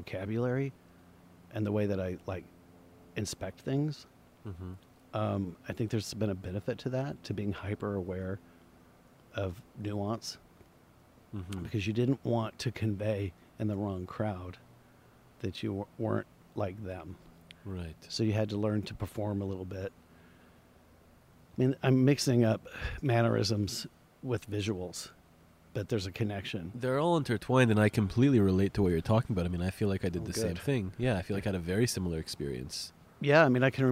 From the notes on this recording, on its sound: We had this conversation in the garden outside his home in Silver Lake in Los Angeles.